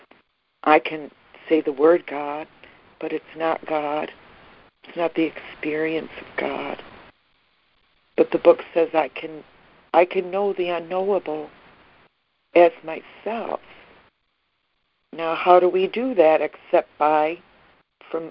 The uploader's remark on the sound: ACIM Daily Conference Call.